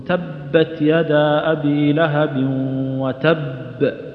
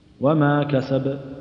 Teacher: القلقلة تكون في وتب أقوى من كسب تقول تبت يدا أبي لهب وتب وما كسب كسب أقل بقليل